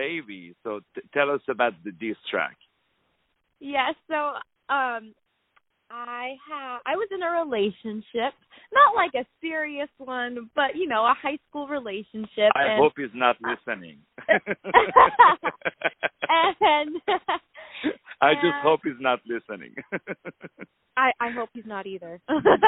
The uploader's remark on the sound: On the phone.